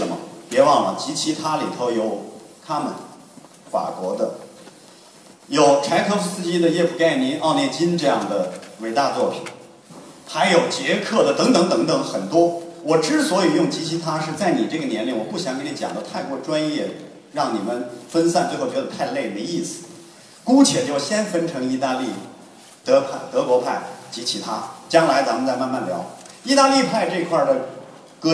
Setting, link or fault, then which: setting, live audience